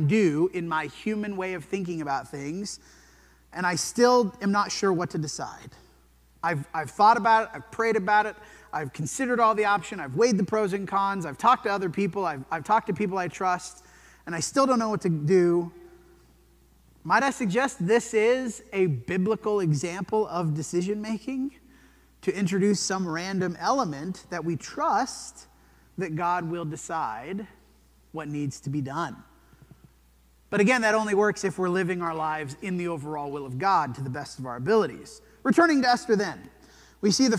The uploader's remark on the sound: This sermon was preached at the Dewey Church of Christ on November 12, 2023.